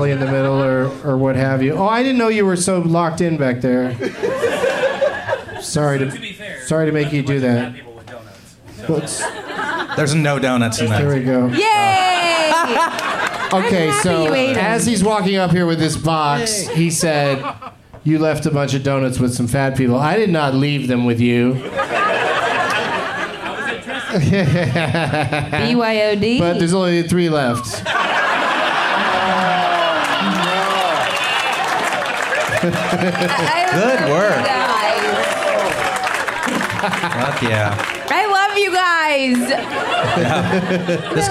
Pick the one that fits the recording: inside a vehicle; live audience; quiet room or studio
live audience